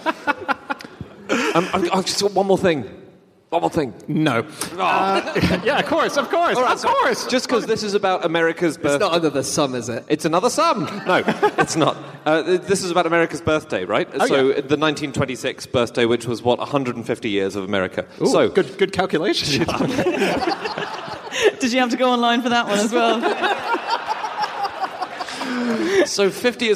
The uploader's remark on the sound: Live from Berlin